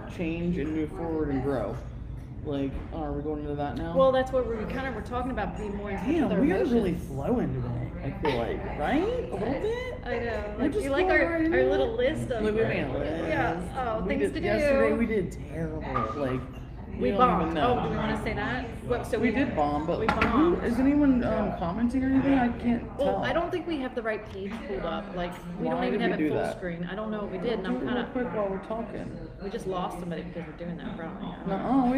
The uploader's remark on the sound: LIVE at Blinker's Tavern. Talking Lov in the Cov over brunch.